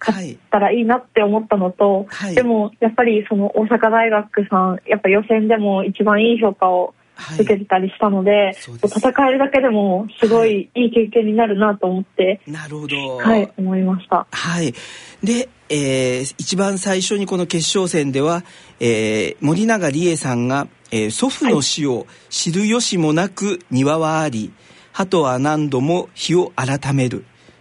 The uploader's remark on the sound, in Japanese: 電話インタビューを交えてお送りします